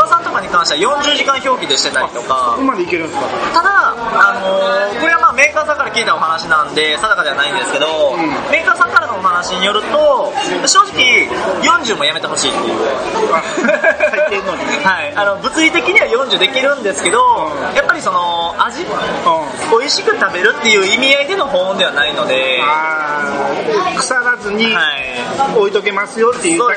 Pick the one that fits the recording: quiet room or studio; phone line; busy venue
busy venue